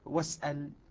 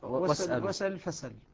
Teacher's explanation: نقل حركة الهمزة إلى الساكن قبلها وإسقاط الهمزة · Shown in: second take · Term: النقل